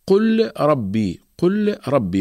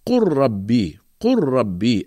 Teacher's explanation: أزلنا السكون من فوق اللام وأدغمنا اللام في الراء ووضعنا الشدة فوق الراء · Shown in: second take · Term: الإدغام